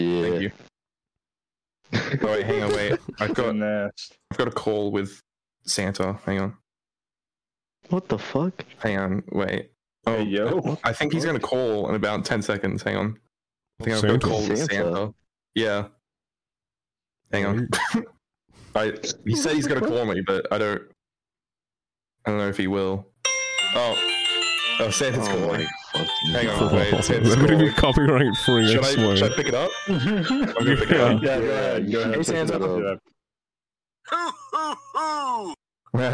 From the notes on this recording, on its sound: We get a phonecall from a very special someone.